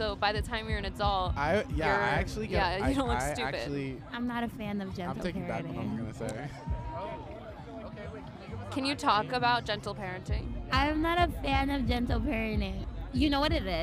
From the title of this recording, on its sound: LIVE from SpringFest